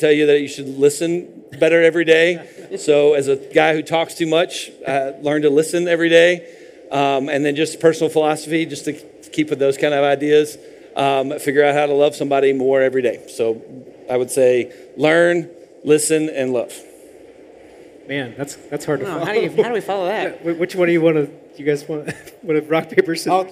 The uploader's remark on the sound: Live panel at the Car Wash Show ™ 2023 in Las Vegas. Live panel at the Car Wash Show ™ 2023 in Las Vegas.